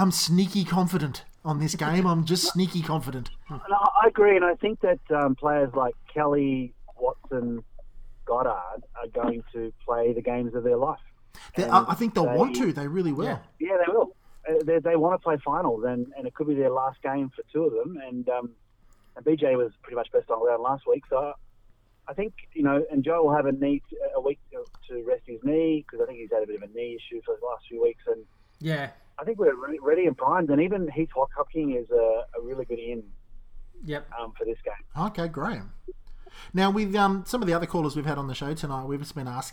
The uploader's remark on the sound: We have a fans call in special Podcast.